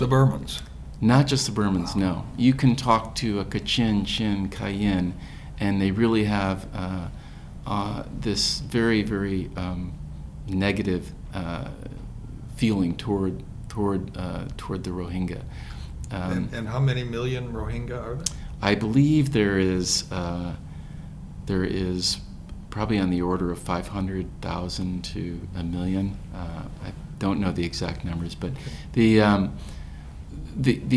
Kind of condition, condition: setting, busy venue